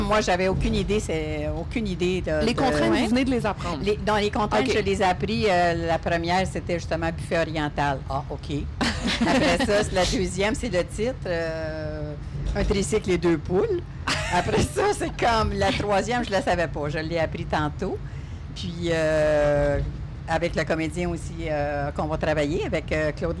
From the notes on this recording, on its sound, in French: Épisode enregistré dans le train qui mène les invités, de Montréal à Saguenay, de REGARD à la 23e édition.